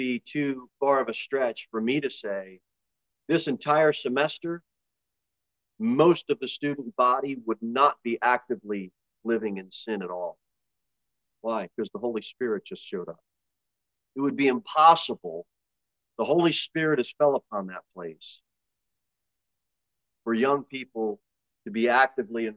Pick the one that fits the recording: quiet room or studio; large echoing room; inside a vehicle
large echoing room